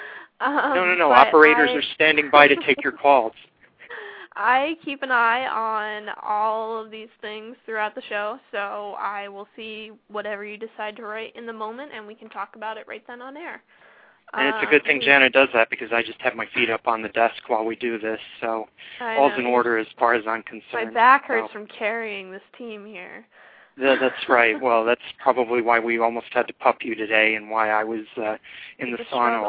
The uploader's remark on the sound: fan interaction via phone